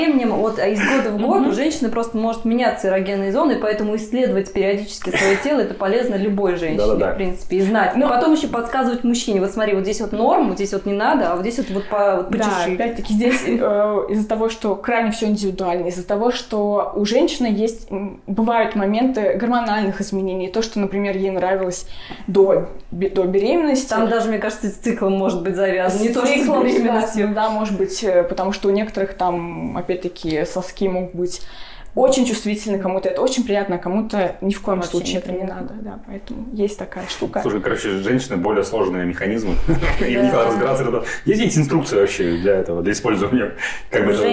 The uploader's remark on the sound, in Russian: Я записывал его в Оренбурге на съёмной квартире. Есть небольшое эхо из-за записи в квартире.